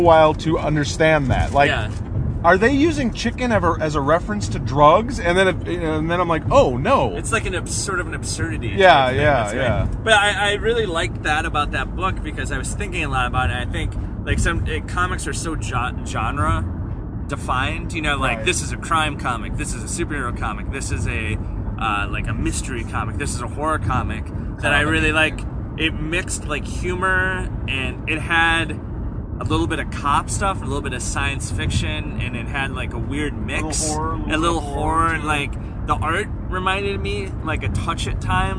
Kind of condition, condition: setting, inside a vehicle